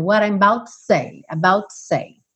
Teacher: Eu até marquei aí, coloquei um TS no lugar desse to say, tá? Porque pela questão aí da métrica, da música, esse O do to realmente não aparece.